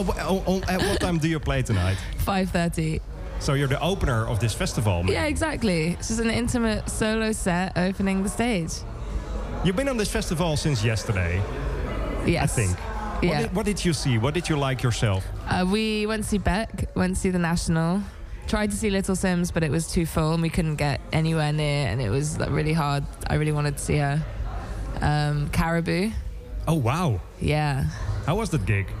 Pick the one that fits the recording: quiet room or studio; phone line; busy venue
busy venue